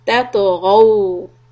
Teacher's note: تطغوا تا soft letter طا قلقلة. And again heavy letter followed by واو. Make sharp round lips for the واو